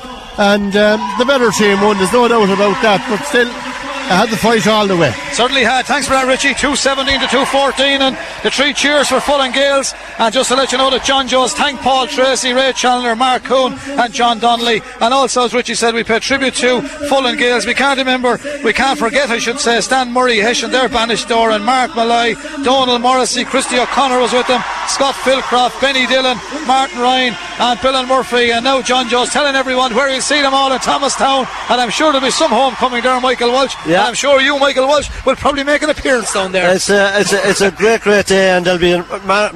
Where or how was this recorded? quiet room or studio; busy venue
busy venue